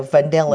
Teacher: So, you know, it's even harder and is my favorite is the amphibrach, which is three syllables with a stress on the middle syllable